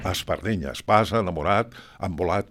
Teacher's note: Nosaltres obrim molt aquesta vocal a àtona no accentuada a l'inici de paraula i gairebé sempre la convertim en A